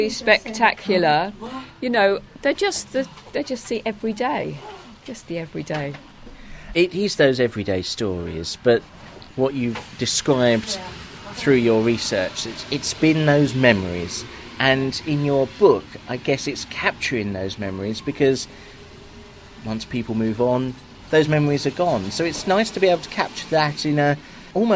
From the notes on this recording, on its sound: on Frinton Greensward over looking the beach huts